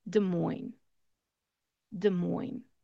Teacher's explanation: No S sound at the end.